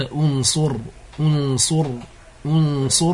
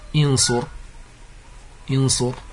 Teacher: فضممت همزة الوصل ثم ضممت الصاد كان هذا فيه تناسب · Shown in: first take · بخلاف ما لو قلت مثلا وهو لا يصح إنصر إنصر فهذا ليس فيه تناسب، والتسهيل لللفظ إنما يحصل بالتناسب لا بالتخالف.